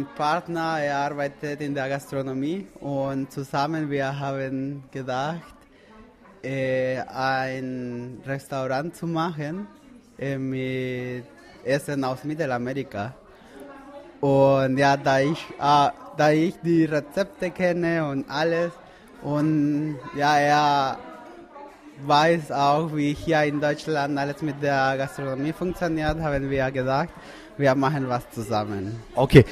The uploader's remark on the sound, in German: Live aus dem Restaurant Noglla in Wiesbaden, Interviews mit den Teilnehmern.